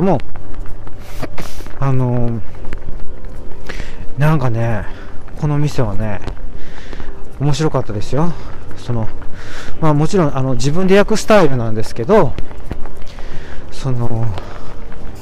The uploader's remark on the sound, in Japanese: 天文館という歌舞伎町のような夜の街を歩きながらお届けします。